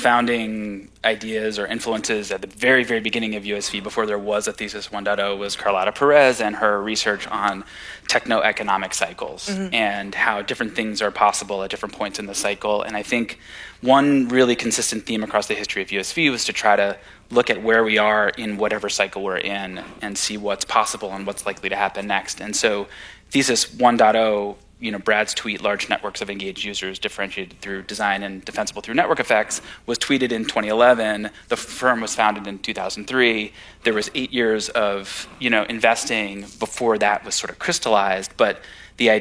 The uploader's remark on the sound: Recorded March 1, 2023 at the Upfront Summit.